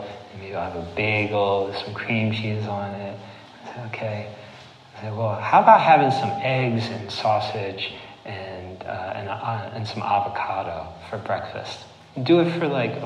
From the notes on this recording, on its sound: this recording of a recent talk he gave at The Siskiyou School in Ashland Oregon on 12/5/18